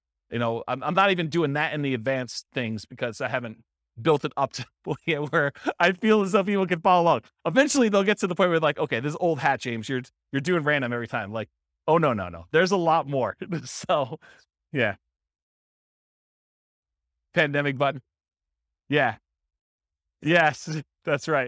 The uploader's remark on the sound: This was a live class recorded.